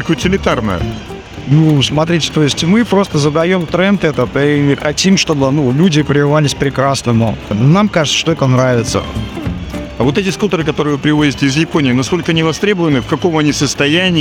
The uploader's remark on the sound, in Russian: Интервью на выставке Мотовесна 2023. Записано на выставке МОТОВЕСНА 2023 в Москве на Красной Пресне в период с 31 марта по 2 апреля в рамках серии репортажей с места событий.